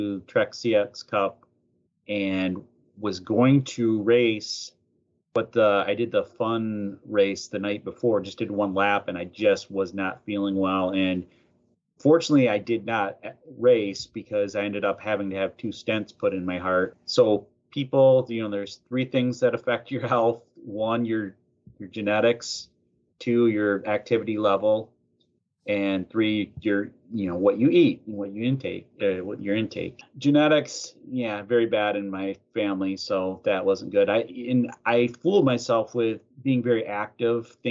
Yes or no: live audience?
no